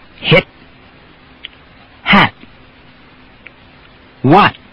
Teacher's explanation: those words will end with the tongue hitting the T position but not really releasing or exploding. · Term: unexploded T